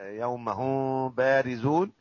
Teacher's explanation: نترك فرجه في الميم الاصليه